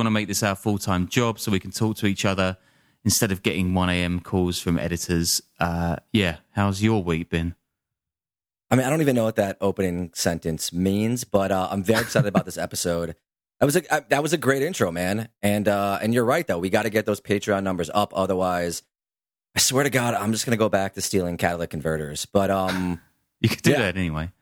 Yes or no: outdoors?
no